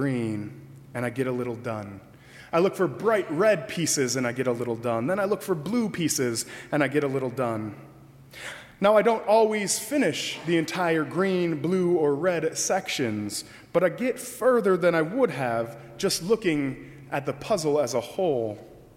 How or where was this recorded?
large echoing room